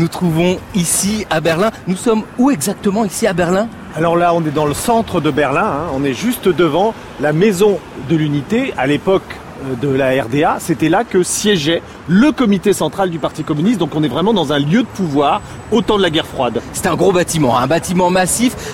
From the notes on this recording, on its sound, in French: lors d'une promenade berlinoise